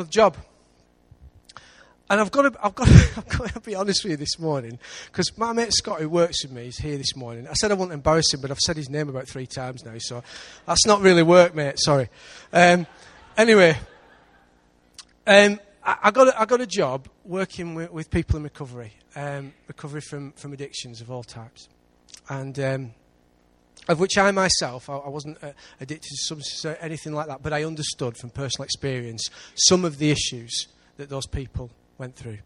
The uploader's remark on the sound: Recorded live at Life Church Lancashire.